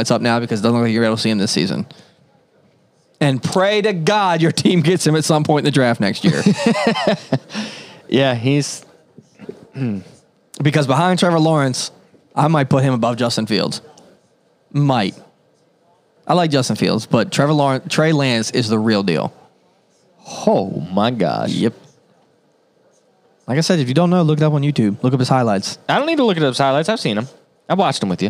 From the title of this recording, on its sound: Studio Audience